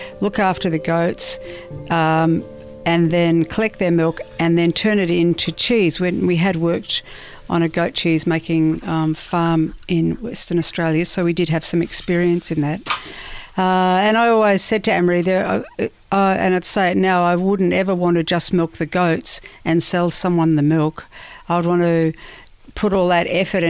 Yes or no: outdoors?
yes